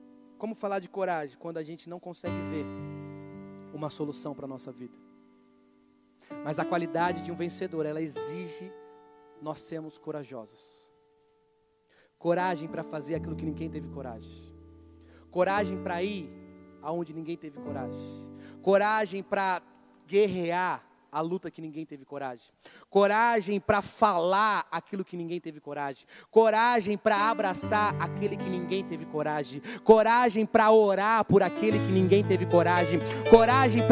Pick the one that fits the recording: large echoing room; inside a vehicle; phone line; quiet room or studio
large echoing room